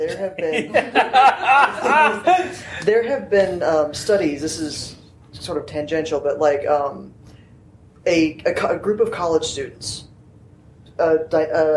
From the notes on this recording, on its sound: It's time for another panel from Balticon 50! This was the Queering the Feed panel.